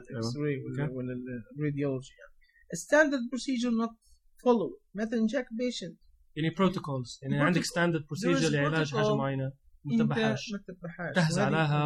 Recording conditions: poor sound quality